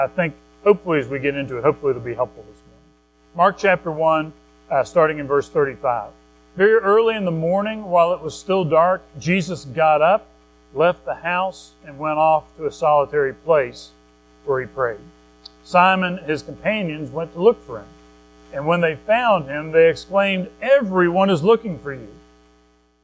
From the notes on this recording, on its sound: Recorded at Madison Baptist Church in Madison WV